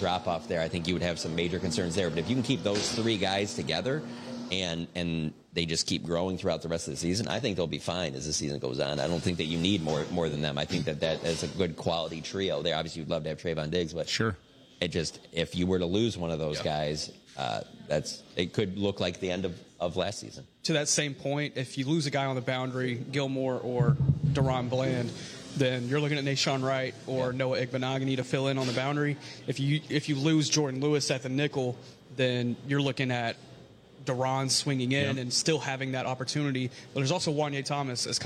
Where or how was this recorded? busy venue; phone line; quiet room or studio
busy venue